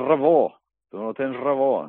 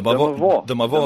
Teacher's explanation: per rompre els hiatus, la unió de vocals, s'hi posa una consonant enmig, que normalment és una labiodental, que és la V, aquesta V baixa que diuen, nosaltres fem, la pronunciem labiodental, V.